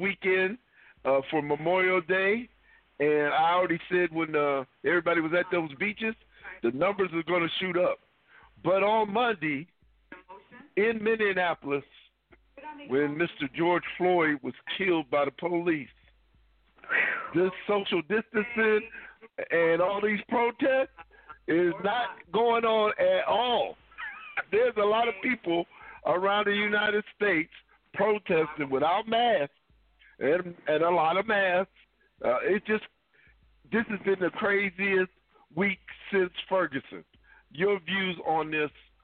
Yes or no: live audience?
no